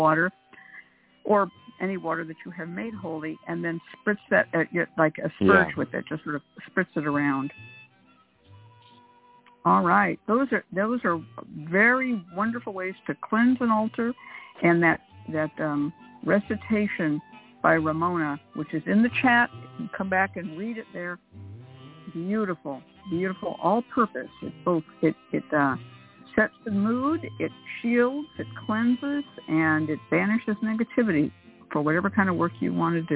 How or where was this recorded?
phone line